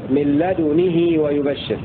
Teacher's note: الدال ساكنة وضم الشفتين إشارة للإشمام، وكسر النون والهاء مع صلتها بمقدار حركتين